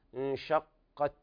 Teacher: الهمس الخفيف يأتي عند التاء